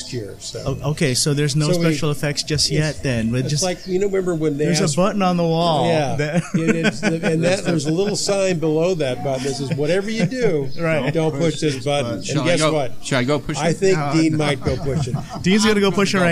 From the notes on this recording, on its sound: from the private debut of …'s Tiki Lounge in Huntington Beach, California.